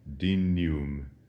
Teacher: Dignum would be classical Latin, but in ecclesiastical Latin, the GN is massaged a little bit, and we say it in the way that we would say in English, canyon